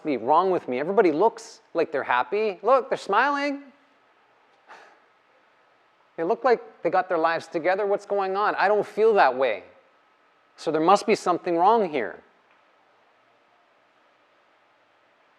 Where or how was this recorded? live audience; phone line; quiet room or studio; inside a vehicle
live audience